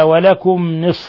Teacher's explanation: ميم ساكنة جاء بعدها النون الحكم التجويدي إظهار شفوي